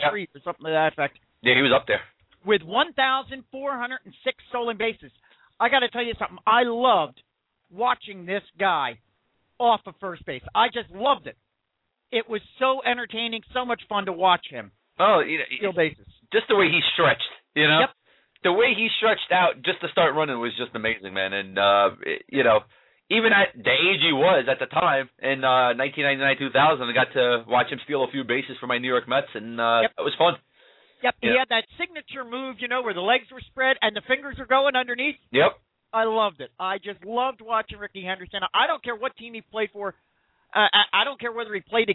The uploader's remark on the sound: take questions from listeners via the telephone